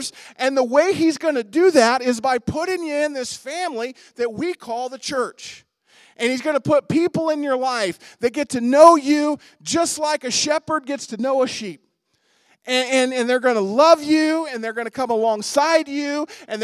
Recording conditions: large echoing room